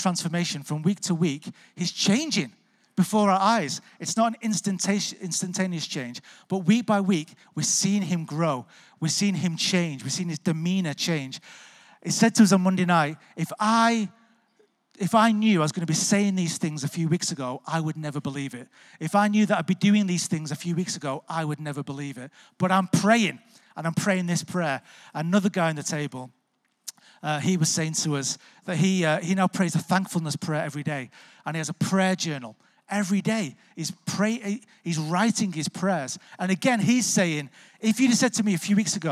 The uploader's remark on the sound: Recorded Live at Life Church Lancashire on Sunday 15th October.